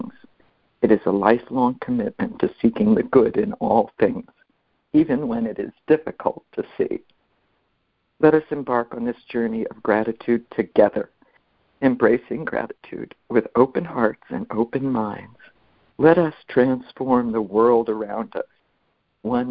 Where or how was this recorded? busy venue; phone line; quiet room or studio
phone line